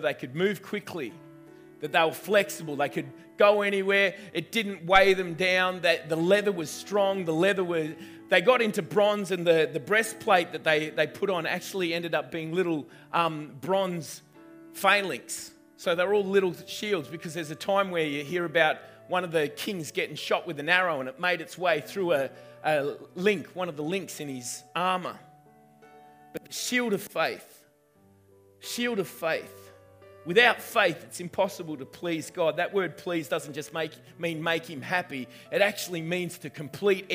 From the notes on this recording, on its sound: recorded on 10/11/2019 at the 9am gathering at River Edge Church